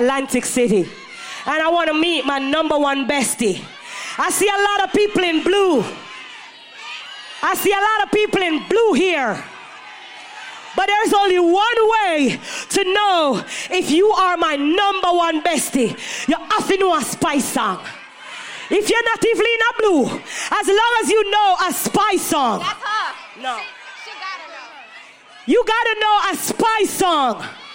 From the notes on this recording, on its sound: Live Performance Brt Weekend Atlantic City 2023